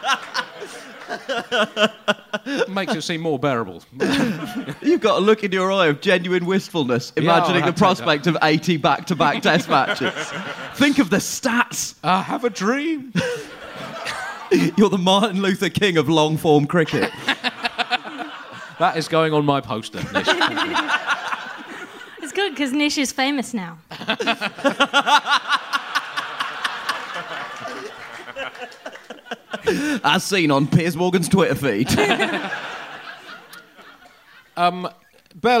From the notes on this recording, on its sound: It's a live special